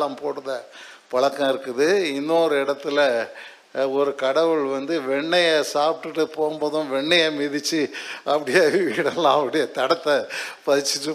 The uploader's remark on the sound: Sunday First Service Sermon Live